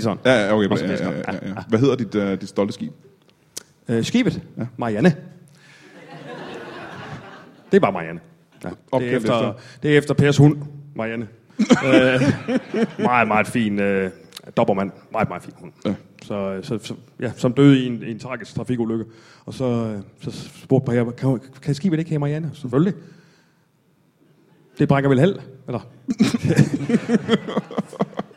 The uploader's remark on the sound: LIVE Comedy Zoo